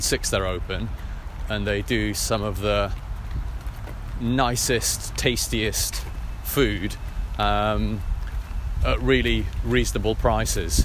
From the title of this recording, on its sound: Walking & Talking Finsbury Park to Green Park